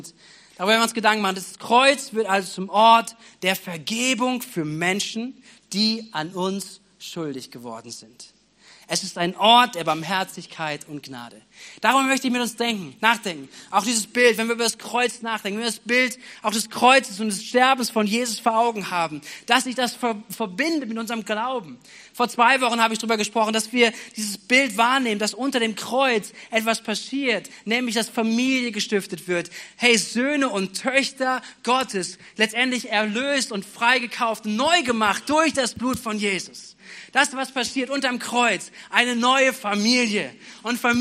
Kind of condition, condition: setting, large echoing room